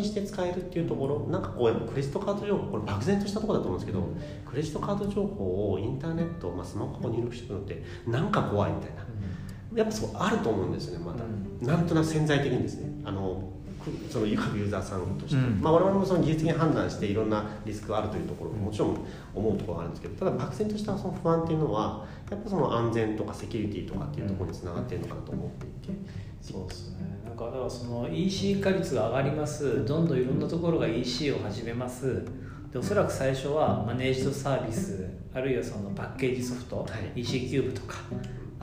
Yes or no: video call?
no